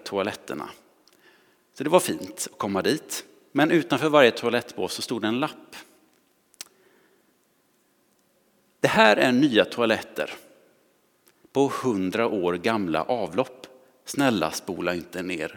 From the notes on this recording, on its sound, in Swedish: Inspelning från Immanuelskyrkan Skövde.